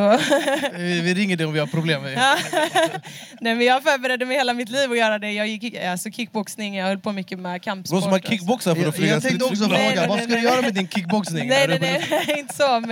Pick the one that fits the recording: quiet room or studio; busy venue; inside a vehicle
busy venue